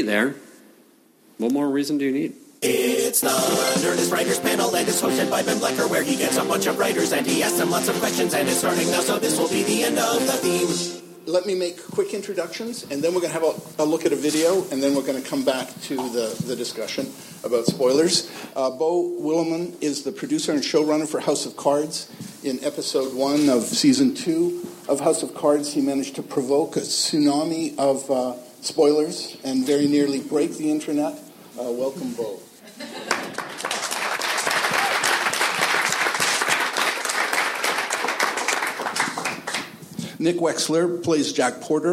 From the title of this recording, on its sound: Spoiler Alert panel from ATX